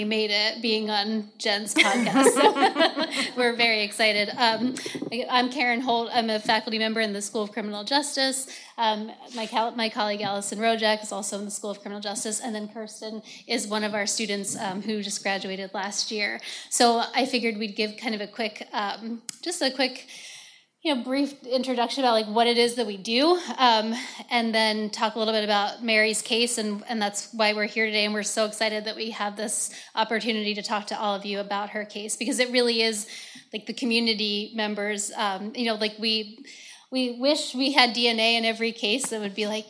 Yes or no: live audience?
yes